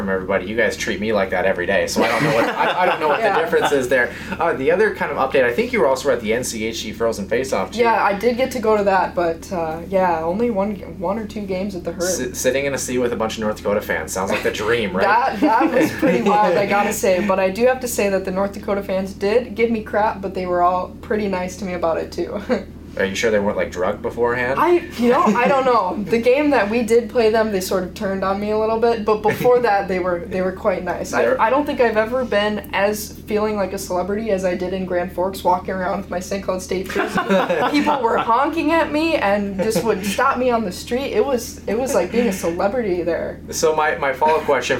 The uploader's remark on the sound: Episode 69 of the CenterIceView News and Notes segment features a special edition of the NCHC Preview live at the Herb Brooks National Hockey Center.